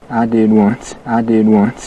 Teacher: Listen to the vowel in one and once, how it's all the way back in his mouth. · Term: Wyoming accent